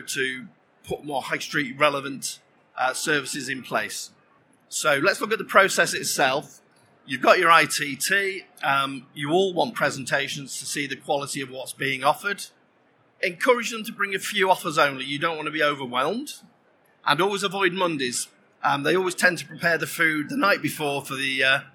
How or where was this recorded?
busy venue